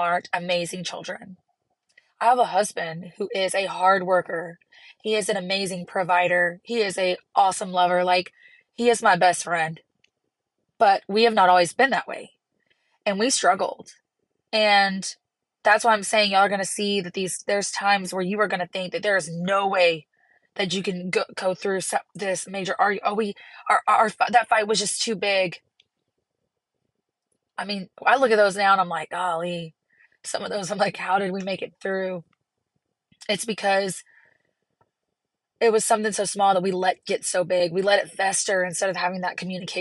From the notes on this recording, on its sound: chats from the car loop